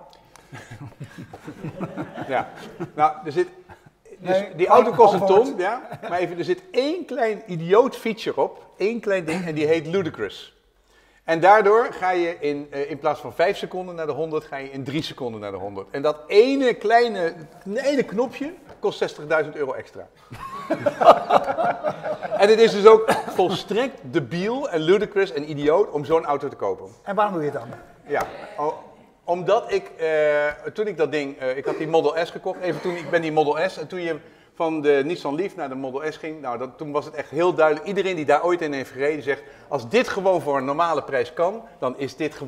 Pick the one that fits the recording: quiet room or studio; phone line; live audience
live audience